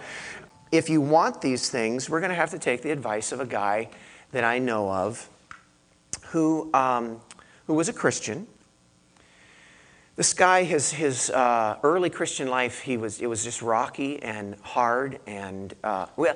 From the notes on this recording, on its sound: I gave this message to our church in Santa Cruz